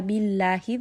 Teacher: The name of Allah here is light. The letter before has كَسْرَة، so we're just going to make sure that the lam is light here as well.